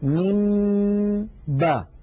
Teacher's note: الميم مفصولة تماما عن الباء من باء لا دمج بين الصوتين ولا خلط بينهما، لذلك هذا الأمر لا نستطيع أن نعتبره إدغاما، كما أنه ليس بإظهار. · Term: الإخفاء